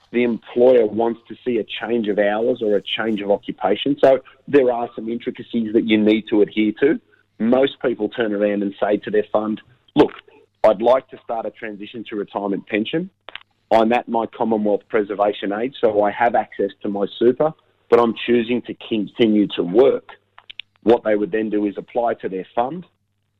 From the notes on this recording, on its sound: Unfortunately with Canberra in a Covid lockdown. By phone this week.